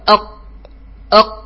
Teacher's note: لذلك يسميها علماء الأصوات، يسمون هذه الحروف بالحروف الانفجارية، الحروف الانفجارية. فأنت لا تستطيع أن تنطق بالقاف بدون قلقلة · فأنت لا تستطيع أن تنطق بالقاف بدون قلقلة، أق تشعر كأن انفجار سيقع في فمك، انحباس الصوت وانحباس النفس · Term: القلقلة